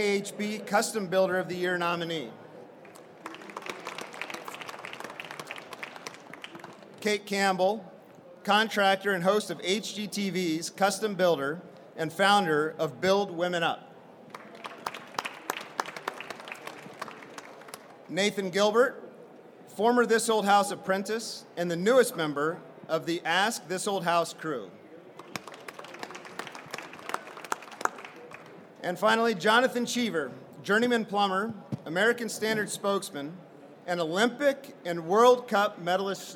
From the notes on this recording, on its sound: Recorded live from the KBISNeXT stage.